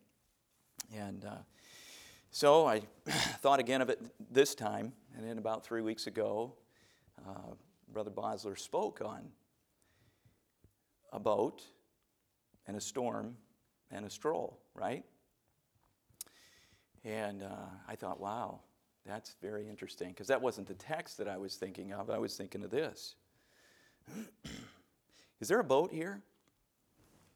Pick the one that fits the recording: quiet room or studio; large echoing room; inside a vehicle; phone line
large echoing room